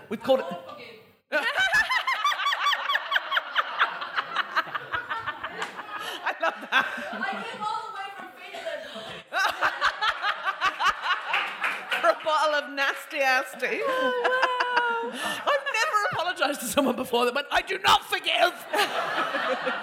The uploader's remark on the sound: Joined the ladies on stage during their final residency show of 2023. A member of the live audience shared.